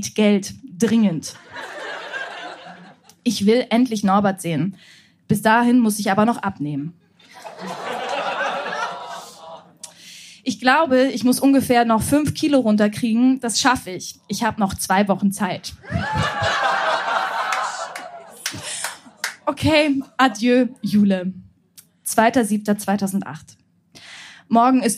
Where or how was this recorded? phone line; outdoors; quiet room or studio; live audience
live audience